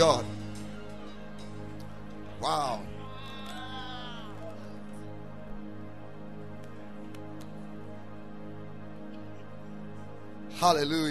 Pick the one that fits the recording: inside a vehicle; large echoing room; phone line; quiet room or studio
large echoing room